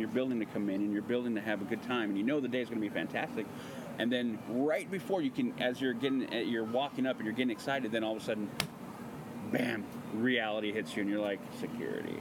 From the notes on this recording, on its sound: Live from Disneyland! In this episode, the LTP crew broadcasts live from Disneyland Park! This is a collection of various discussions that we have in different locations within the park. We first start off in Pizza Port, discussing the events of the morning...then we go to a spot in Frontierland and interview a special guest/listener. Broadcast from Fantasyland...finally, we record a little segment en route home.